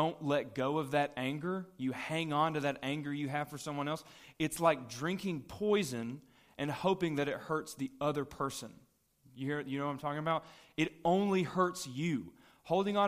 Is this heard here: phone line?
no